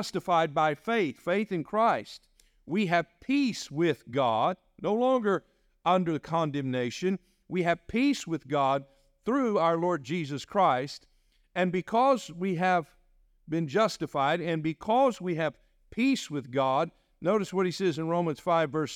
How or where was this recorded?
large echoing room